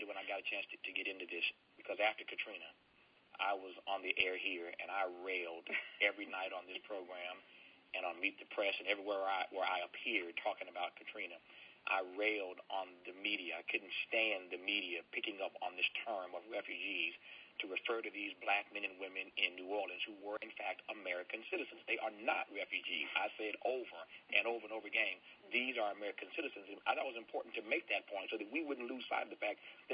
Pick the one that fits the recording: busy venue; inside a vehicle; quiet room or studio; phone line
phone line